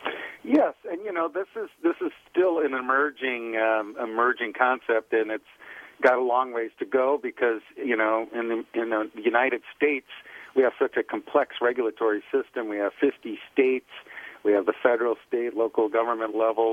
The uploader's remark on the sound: Via phone.